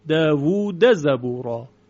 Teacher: در مثال دیگه داوود زبورا، دال در ز ادغام نمیشه اینجا، چرا؟ چون دال مفتوحه، ما قبلش صدای کشیده واو هست، واو مدی